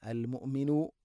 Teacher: ഹംസയുടെ ഉച്ചാരണം കൃത്യമാക്കണം, തൊണ്ടയുടെ താഴെ ഭാഗമാണ്, എന്നാൽ ഖൽഖല വരാൻ പാടില്ല.